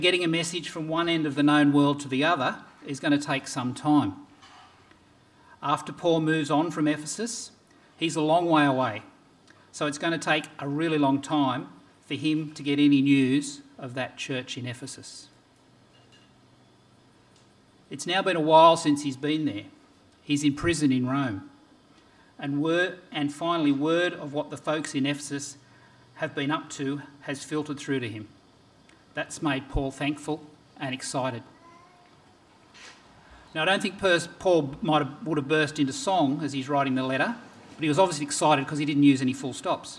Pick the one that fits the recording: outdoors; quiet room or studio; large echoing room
large echoing room